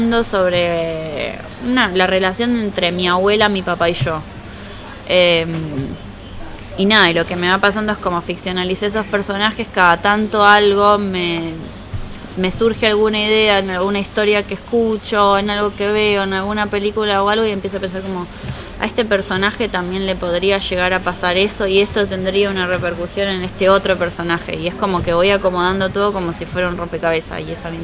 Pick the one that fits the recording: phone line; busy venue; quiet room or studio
busy venue